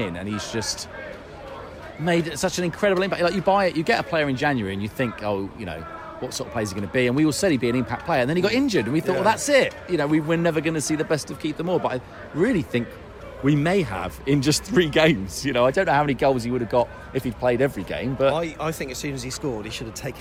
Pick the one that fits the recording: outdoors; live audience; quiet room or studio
outdoors